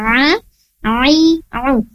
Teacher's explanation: Untuk huruf ain sendiri, makhrajnya atau tempat keluarnya berada di wasatul halqi.